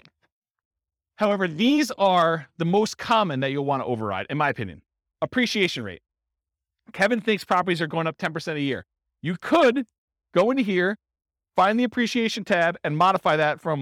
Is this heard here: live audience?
yes